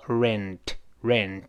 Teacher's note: 别忘记这里有个前鼻音